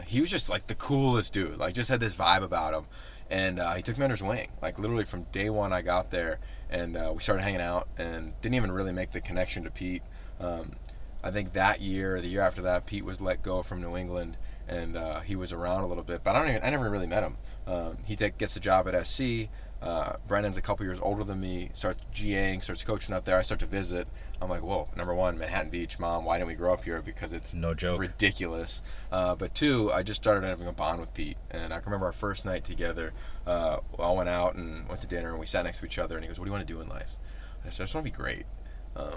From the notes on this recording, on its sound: What do you get when 2 friends are on a road trip hopping from campus to campus doing college football shows? A podcast recorded in a car.